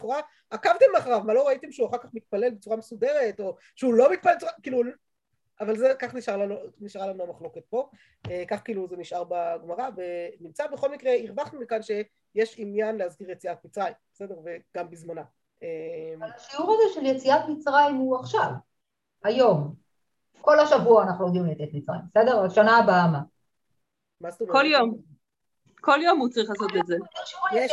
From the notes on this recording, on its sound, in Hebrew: השיעור הועבר והוקלט בזום בחודש אדר א ה'תשפ"ב.